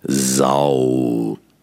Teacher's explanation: Ein stimmhaftes S und ein Diphthong. · Das S von Sau ist ein stimmhaftes, also ein warmes S.